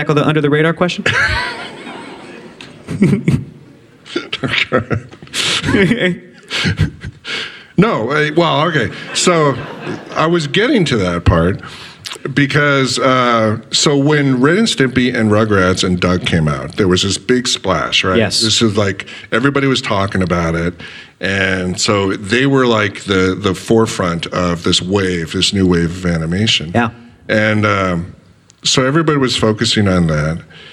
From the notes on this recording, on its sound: A live audience at the EW Popfest.